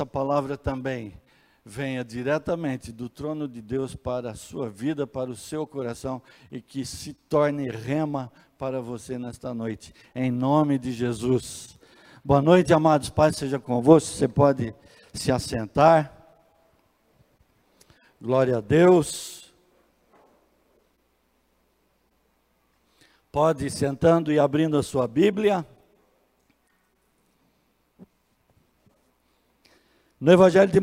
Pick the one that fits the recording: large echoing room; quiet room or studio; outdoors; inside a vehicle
large echoing room